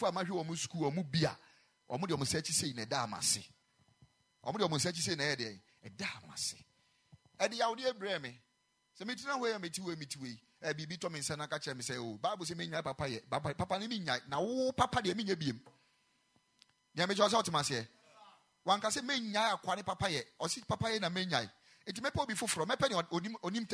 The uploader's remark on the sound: Preached at the Ekklesia Chapel